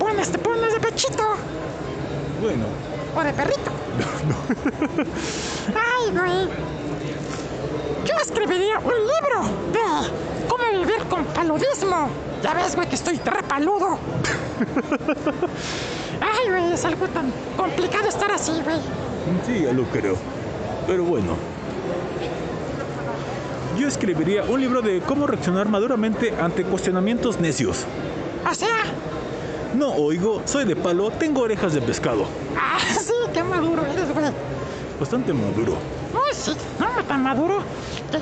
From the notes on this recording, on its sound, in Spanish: Salió de su estudio de grabación y traslado a la expo Guadalajara para hacer el programa desde la FIL 2021. Algunas pequeñas intervenciones de visitantes en el recinto, se vivió una experiencia diferente después de más de un año que no se hacía un programa fuera de cabina.